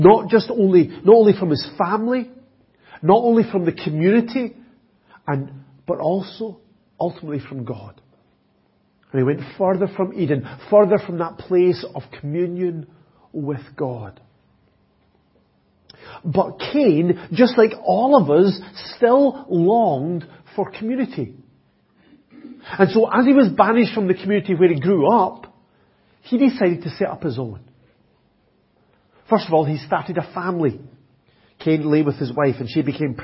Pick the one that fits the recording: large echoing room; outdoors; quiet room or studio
large echoing room